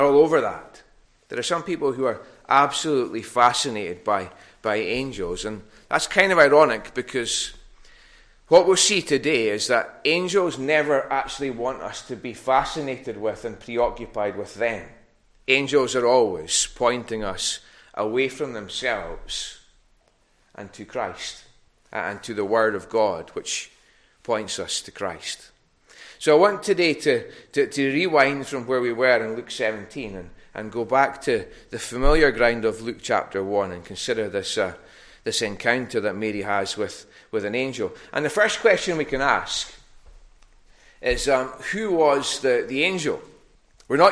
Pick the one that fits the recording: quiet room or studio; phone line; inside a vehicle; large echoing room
large echoing room